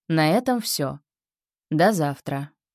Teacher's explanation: Четкое понижение тона в конце. · Term: Интонация завершения